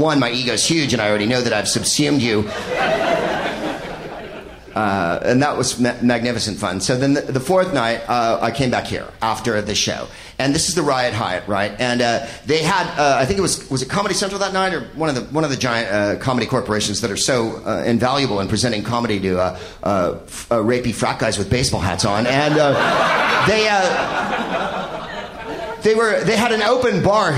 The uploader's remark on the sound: Live from Montreal's Just for Laughs Festival